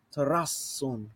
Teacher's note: You got that double sigma. You don't have to hold that out longer, but if you can, a split second with those double consonants